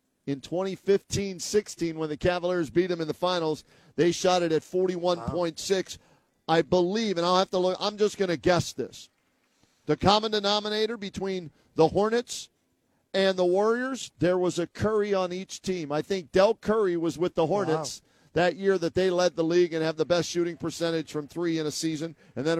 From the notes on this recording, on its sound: live from Rocket Mortgage Fieldhouse